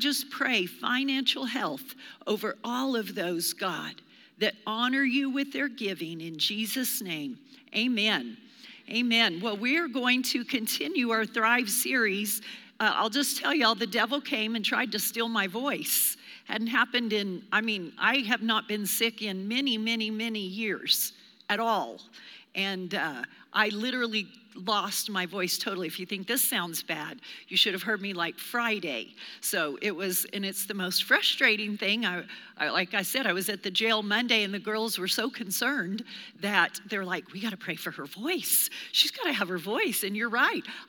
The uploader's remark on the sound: Recorded live during our Wednesday night service